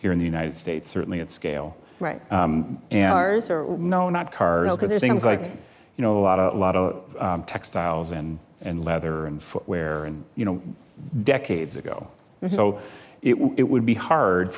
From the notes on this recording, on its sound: live onstage at the 2019 Code Conference